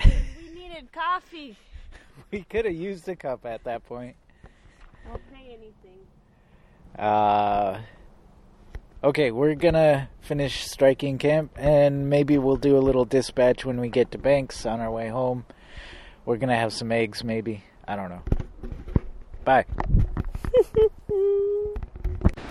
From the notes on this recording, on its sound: took an end-of-summer bike camping trip, and recorded a little audio!